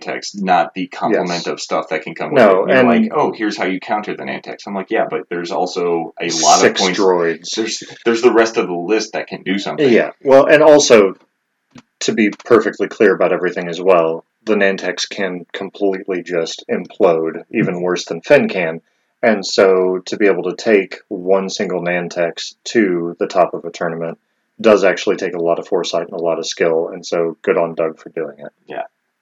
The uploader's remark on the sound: Please excuse our sub-par audio quality; we promise it gets better in future episodes!